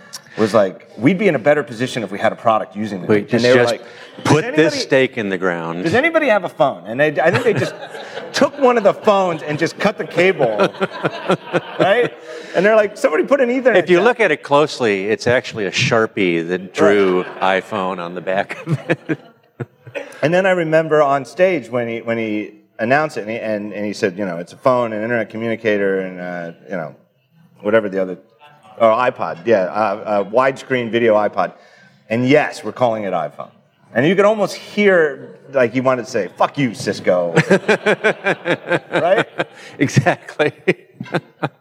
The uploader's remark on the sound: Recorded in front of a live audience at Microsoft’s Build developer conference in San Francisco.